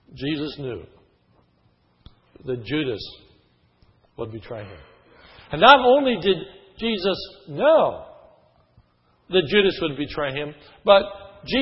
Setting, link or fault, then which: setting, large echoing room